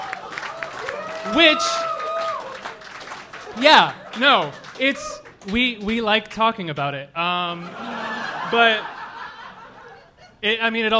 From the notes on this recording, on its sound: Live from Minneapolis and Chicago